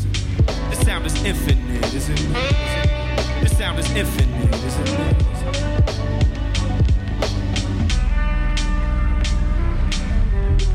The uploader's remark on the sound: This performance was recorded at Square Cat Vinyl. This performance was recorded at Square Cat Vinyl.